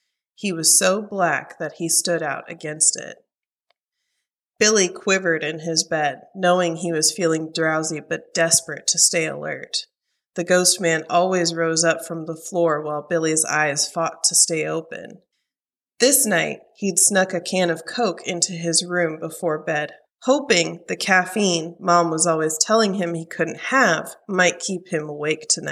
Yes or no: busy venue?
no